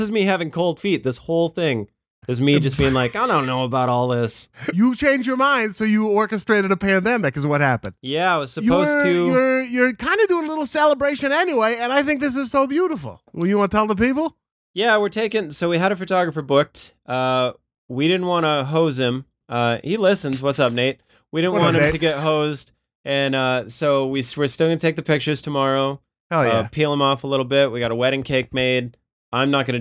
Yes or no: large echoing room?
no